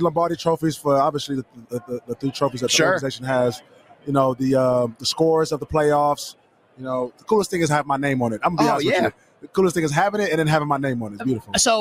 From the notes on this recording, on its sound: join the show this hour LIVE from Radio Row.